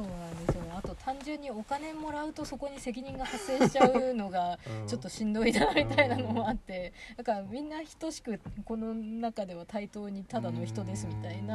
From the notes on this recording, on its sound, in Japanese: 今年5月に荒山林業さんが企画された集材の見学会の後、車の中でお話をしています。